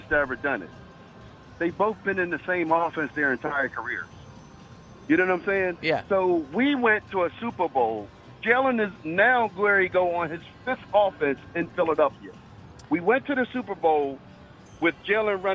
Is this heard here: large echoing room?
no